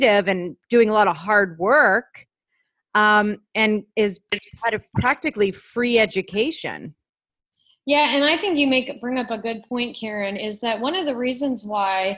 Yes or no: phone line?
no